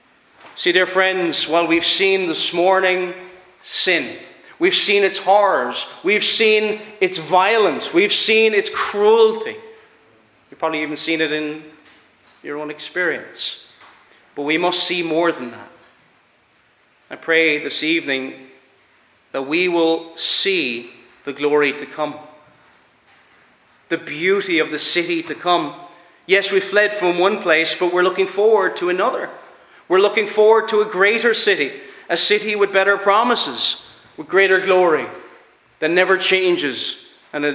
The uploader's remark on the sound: Preached at Ballyclare - Dough Free Church -Continuing-.